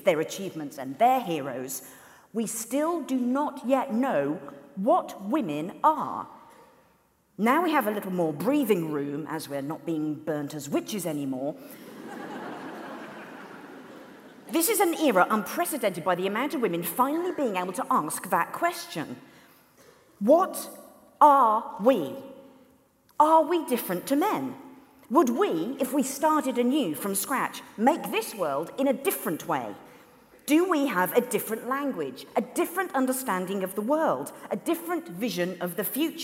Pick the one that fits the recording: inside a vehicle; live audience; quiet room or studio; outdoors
live audience